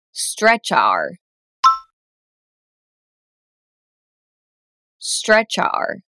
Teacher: Then say the CH in stretch and the O in our together.